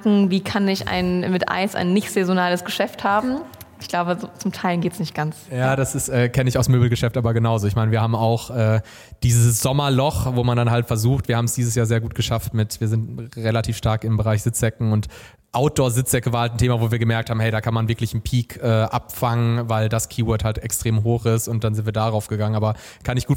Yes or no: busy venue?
yes